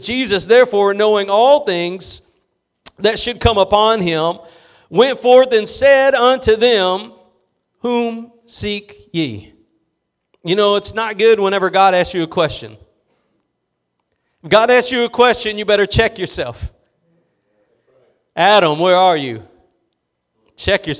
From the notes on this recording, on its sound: Preached at Gospel Lighthouse in Bossier City, La.